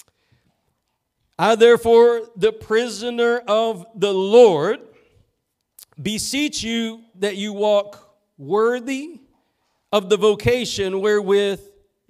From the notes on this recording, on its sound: Preached at Gospel Lighthouse in Bossier City, La.